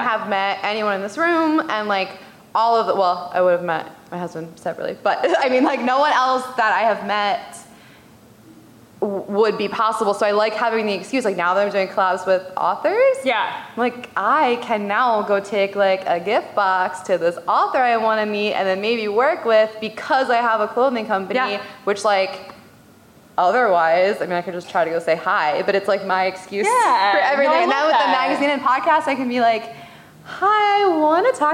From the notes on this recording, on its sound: LIVE from SDCC. San Diego Comic Con, for inviting us back for a second year to do a live podcast recording!